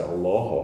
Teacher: It's the only L in Arabic that stands by itself that has that dark pronunciation.